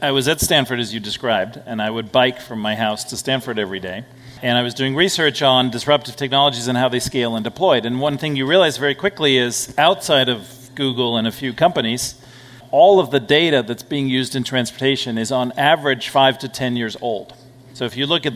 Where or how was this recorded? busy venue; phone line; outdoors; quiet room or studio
busy venue